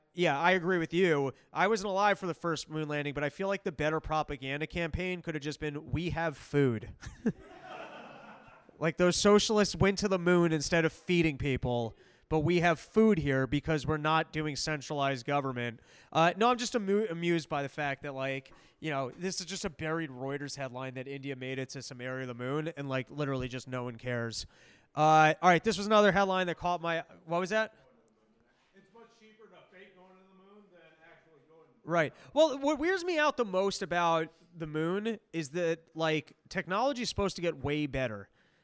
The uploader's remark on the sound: West Cost Live Pods